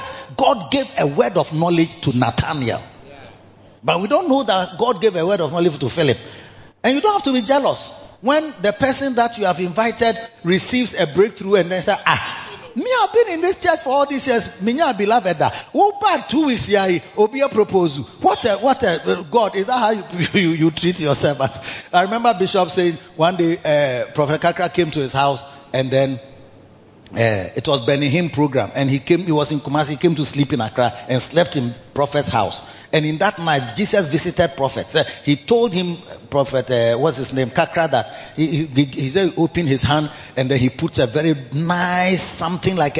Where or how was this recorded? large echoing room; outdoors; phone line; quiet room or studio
large echoing room